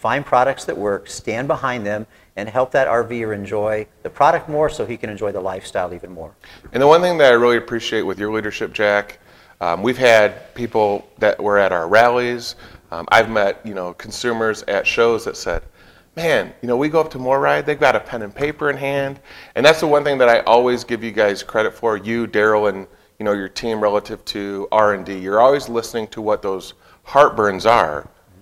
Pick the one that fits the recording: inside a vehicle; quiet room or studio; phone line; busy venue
busy venue